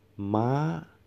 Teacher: The tone goes up · Term: high tone